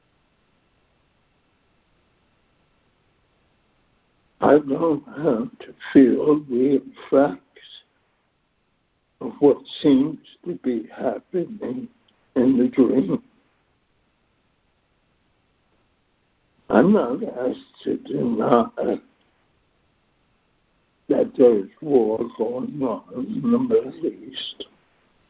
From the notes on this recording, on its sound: ACIM Daily Conference Call.